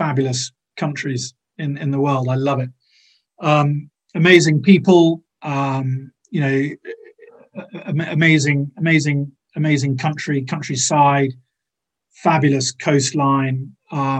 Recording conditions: video call